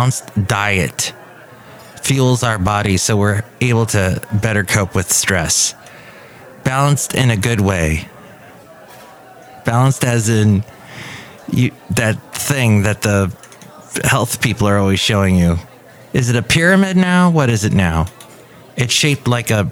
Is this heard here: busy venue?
yes